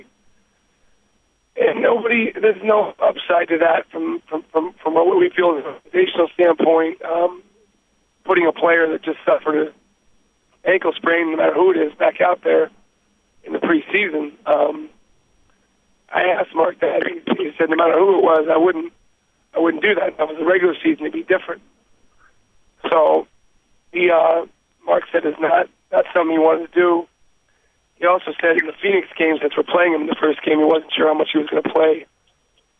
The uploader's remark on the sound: Conference Call